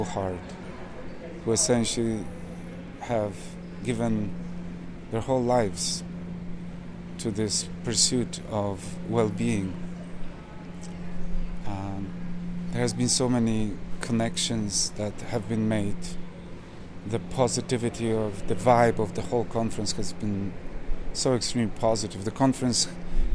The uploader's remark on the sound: These interviews were recorded at the historic Psychedelic Science 2023 conference in Denver